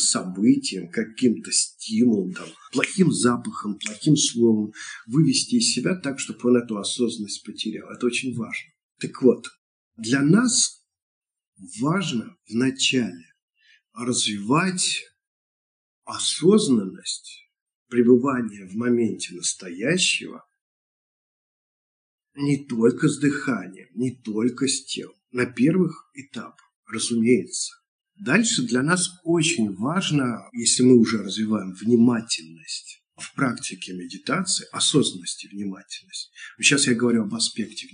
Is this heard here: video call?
yes